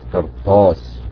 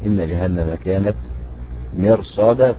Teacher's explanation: فخمنا الراء الساكنة بعد كسر وبعدها حرف استعلاء · Term: التفخيم